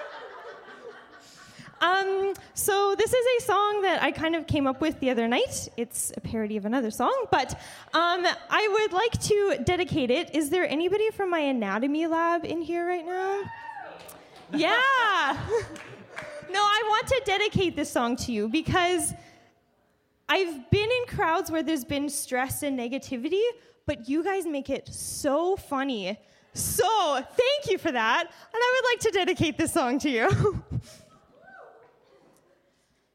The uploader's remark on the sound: It's the second annual Wittenberg Live Christmas Gala Special! In addition to a several live acts by CMU students!